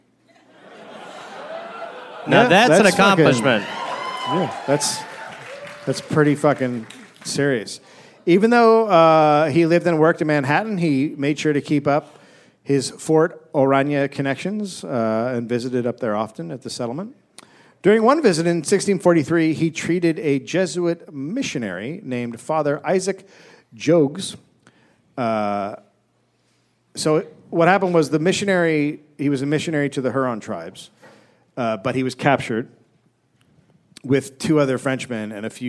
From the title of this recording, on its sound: Live in NY